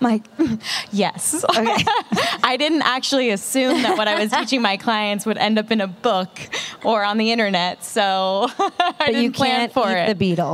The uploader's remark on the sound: Live! At The Grove in Los Angeles. A live show at Los Angeles’s premiere spot for wellness in the form of retail therapy, The Grove.